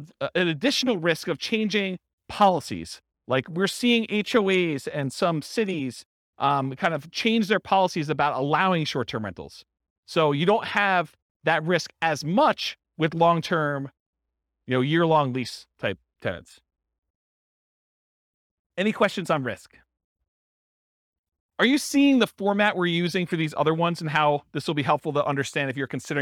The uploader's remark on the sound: This was a live class recorded.